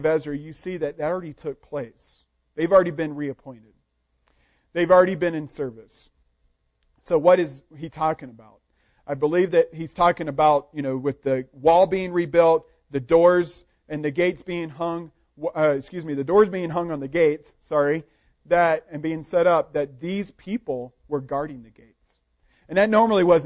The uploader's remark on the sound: Recording of the sermon